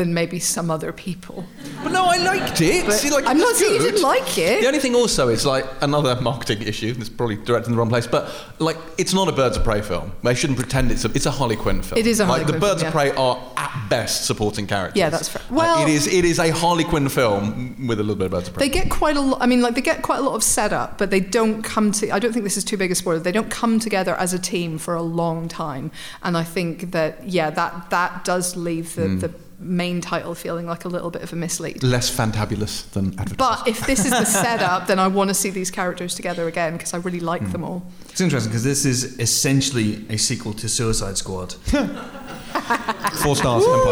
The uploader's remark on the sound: Live From Kings Place. At our spiritual home of Kings Place, London, in front of a sold-out audience. Take some audience questions.